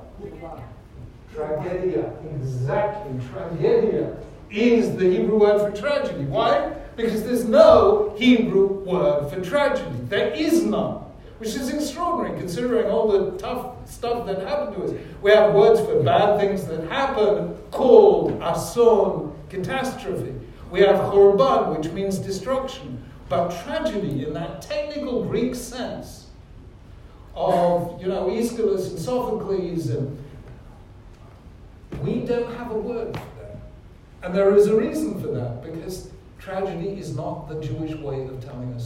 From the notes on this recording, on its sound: This shiur was delivered at University College London on 20th March 2018, as organised by London J-Soc.